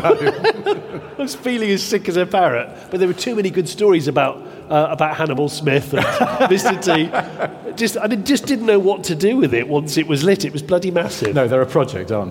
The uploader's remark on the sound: Live from Bicester Heritage. In front of a live audience in a massive hangar at Bicester Heritage. Huge thanks to The Little Car Company for hosting this live recording.